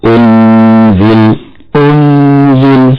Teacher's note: والغنة هنا نلاحظ أنها مرققة لوقوعها قبل حرف مرقق هو حرف الزاي